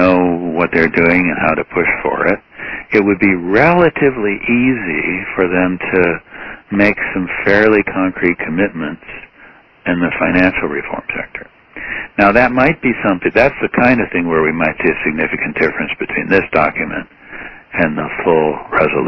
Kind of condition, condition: link, phone line